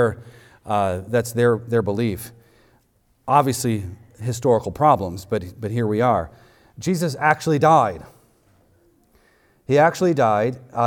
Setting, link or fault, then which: setting, large echoing room